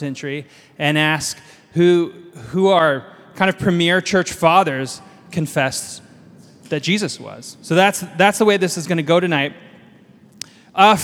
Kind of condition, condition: setting, live audience